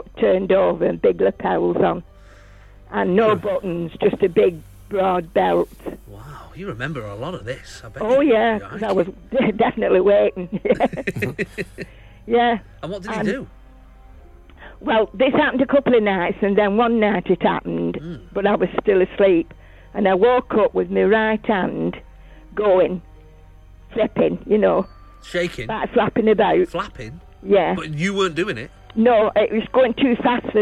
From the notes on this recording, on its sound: on the phone